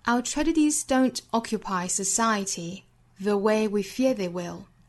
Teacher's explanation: 句尾的 they will 不做缩约，后面这个 will 也不能做弱读